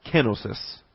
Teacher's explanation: the accent's on the first syllable, so it's actually kenosis